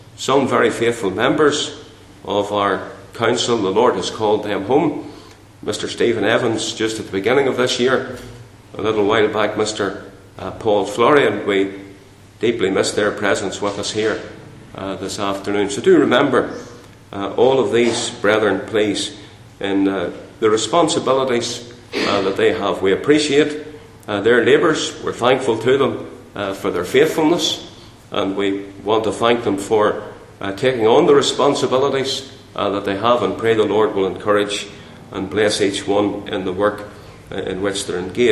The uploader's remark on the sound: Chairman's remarks at the Centenary Conference in London at Westminster Baptist Church